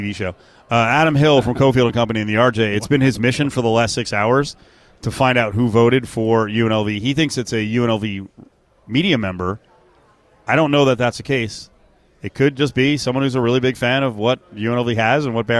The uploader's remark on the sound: LIVE AT CIRCA FOR MW MEDIA DAY